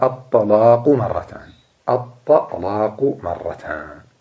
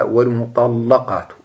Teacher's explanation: ورش يغلظ فتحة اللام سواء كانت مشددة أو مخففة، يلي طاء وضاء ولصاد مهمل، معناها إذا كان اللام ولي طاء أو ولي ضاء أو ولي صاد.